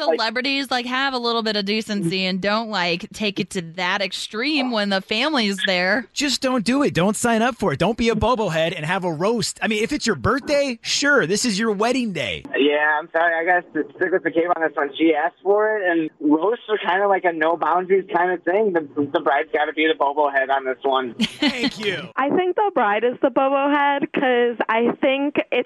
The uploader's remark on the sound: asked listeners to call